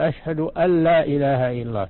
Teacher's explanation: لا، الأول ما هو صحيح، أشهد أن لا إله إلا الله، بل تقول أشهد أن لا إله إلا الله، تدغم النون في اللام مشددة، هذا مقتضى اللغة العربية الفصحى